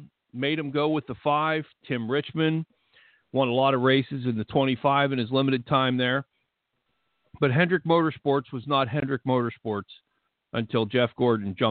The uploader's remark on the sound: Taking your phone calls